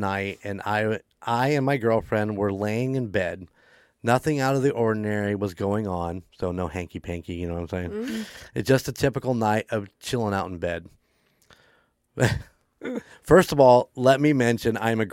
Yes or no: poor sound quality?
no